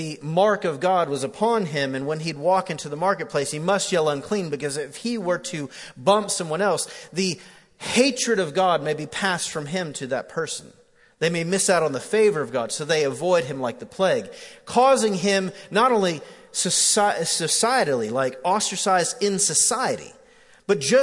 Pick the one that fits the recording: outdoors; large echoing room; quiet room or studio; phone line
large echoing room